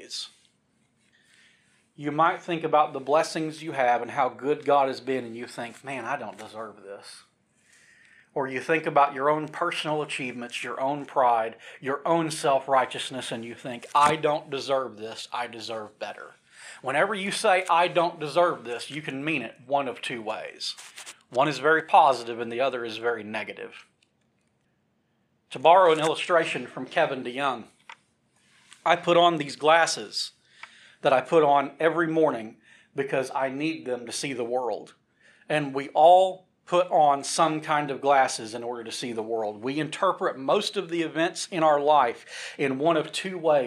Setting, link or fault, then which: setting, large echoing room